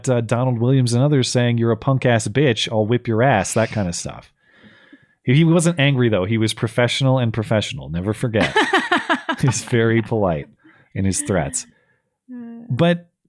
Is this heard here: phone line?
no